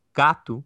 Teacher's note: this cat, gato, ends with an O, even though I'm pronouncing it a bit with an oo sound